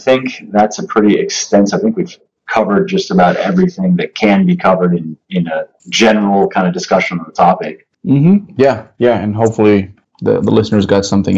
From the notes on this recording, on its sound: My audio is shit. Unfortunately my good microphone decided to stop playing nice with the program I use to record Skype interviews, and my only backup was my webcam’s terrible mic.